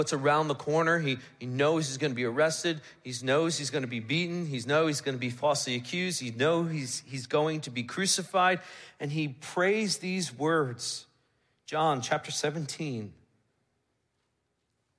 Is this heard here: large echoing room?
yes